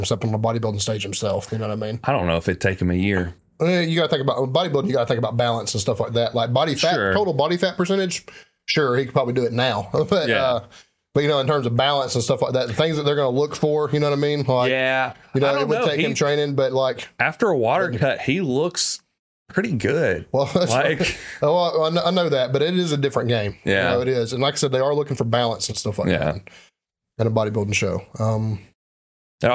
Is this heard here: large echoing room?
no